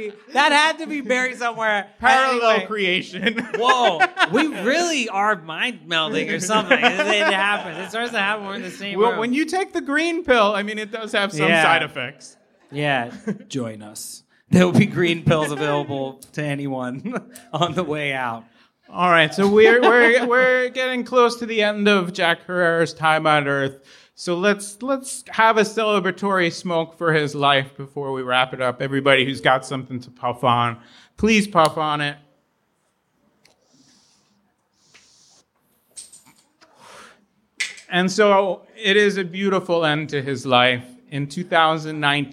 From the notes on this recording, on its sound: You will after experiencing this special live episode, recorded at the Green Street building in Los Angeles.